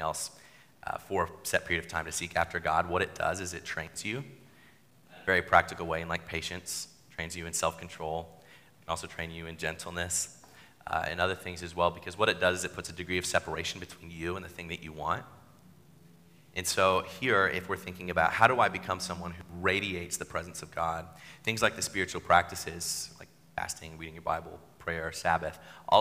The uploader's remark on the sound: Sermon at New City Church